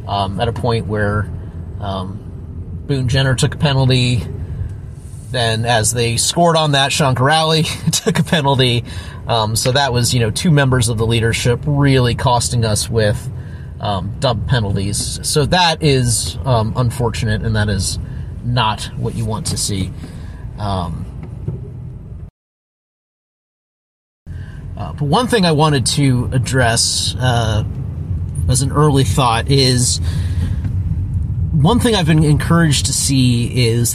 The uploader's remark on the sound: Recorded one in his car while driving home from the Detroit game. Turns out there's less traffic when the stadium empties out early! We set the phone down when we had to be alert, and edited out those gaps.